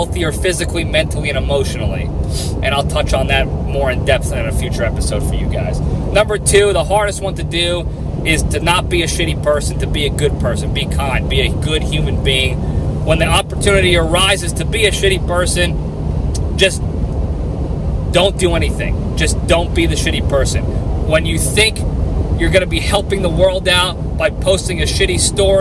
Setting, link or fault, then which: setting, inside a vehicle